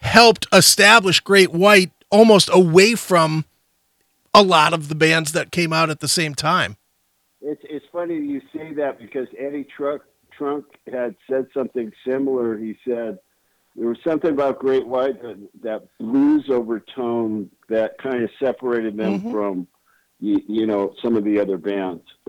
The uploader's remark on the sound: called